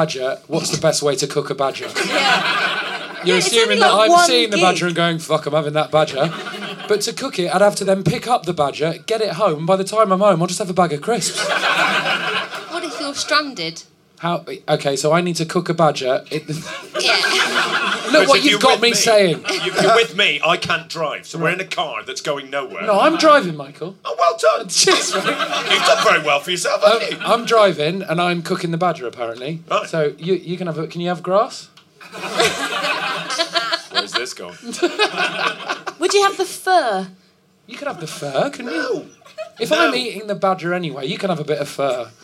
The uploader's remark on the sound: the third show from The Pleasance recorded at last years Edinburgh Fringe